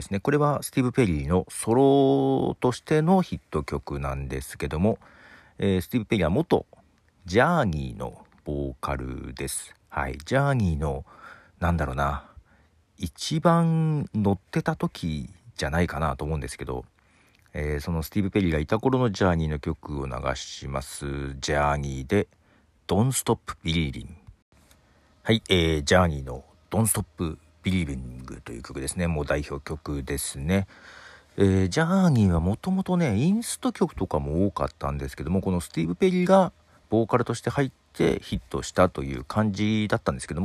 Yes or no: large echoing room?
no